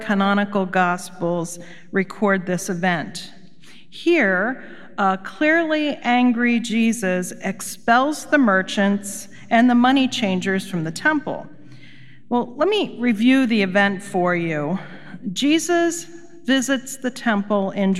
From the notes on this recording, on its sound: Recorded live at Beatitudes Church in Phoenix, AZ.